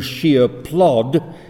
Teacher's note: without intervening syllable, and in line 12, where in sheer plod, he has two stressed words without an intervening syllable · Term: sprung rhythm